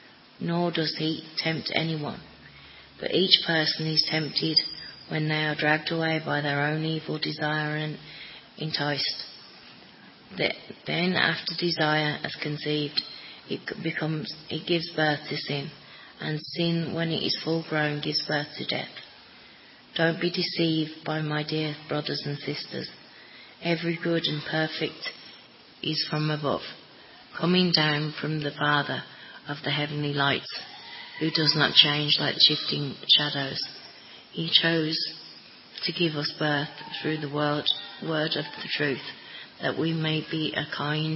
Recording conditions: large echoing room